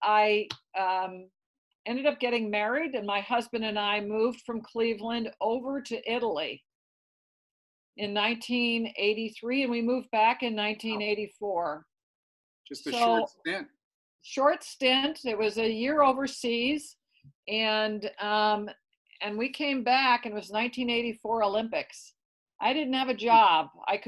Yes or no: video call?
yes